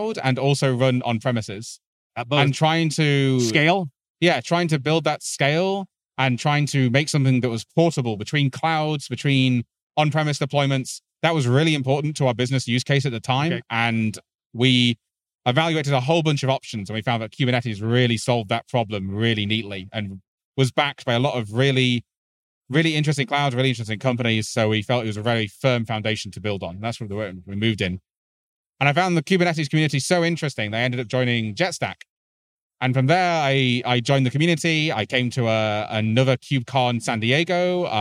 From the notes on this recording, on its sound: Recorded on the floor of KubeCon + CloudNativeCon Europe 2022. In this episode of The New Stack Makers podcast , recorded on the floor of KubeCon + CloudNativeCon Europe 2022.